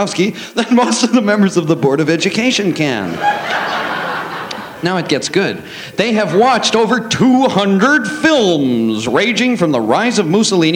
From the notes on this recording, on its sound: Live At The Ash Grove